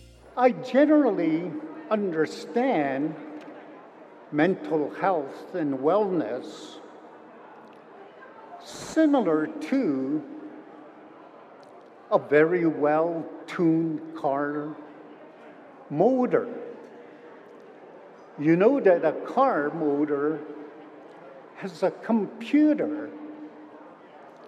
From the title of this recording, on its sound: Recordings from the 2022 Siksika Health Fair